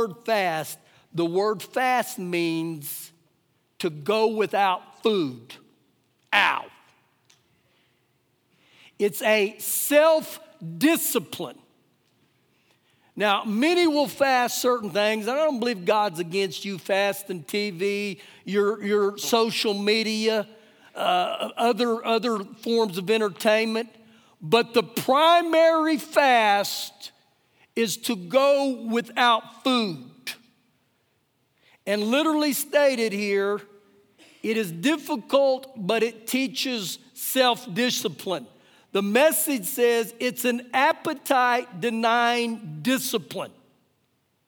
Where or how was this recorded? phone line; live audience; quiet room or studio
live audience